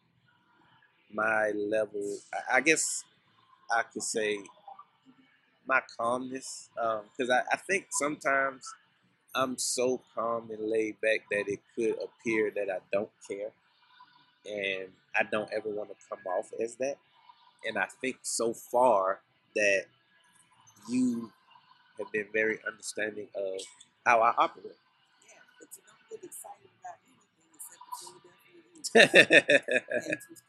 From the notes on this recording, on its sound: This week's episode is our first on location episode. We recorded this week's episode at the Carolina Place Mall in Pinville, NC. This was also our first Pop up shop and we chose to record an episode to help pass the time.